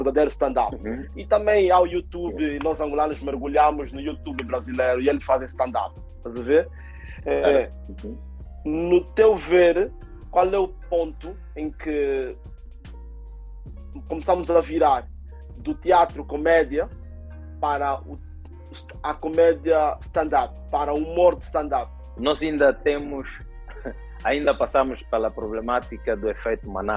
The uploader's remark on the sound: via Zoom